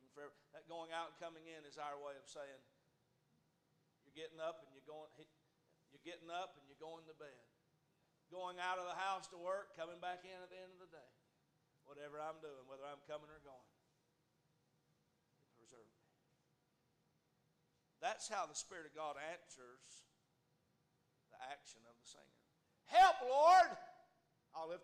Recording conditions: large echoing room